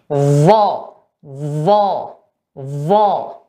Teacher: tebak ini ya lengket bagian tengah pangkal tengah ya sampai uh, menuju ujung itu lengket ke langit-langit ya. Jadi kalau kita mengucapkan vo terasa dia lengket lidah kita itu lengket tengah dan pangkal itu lengket ke bagian langit-langit.